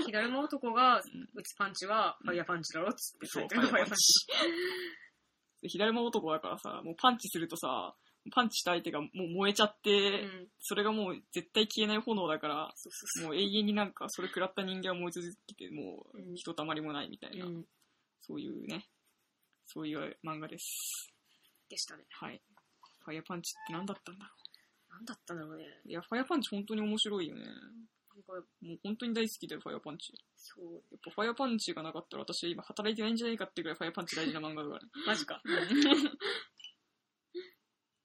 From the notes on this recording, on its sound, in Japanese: せっかく直収録なのに今回スーパー早口すぎる、大爆笑、声量の差が、激しい、で逆に聞きづらくなってる！